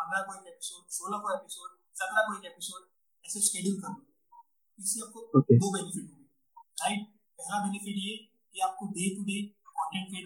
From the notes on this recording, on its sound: This is extracted audio version of a live session chat. Since it's online recorded ,some minute glitch were still on board.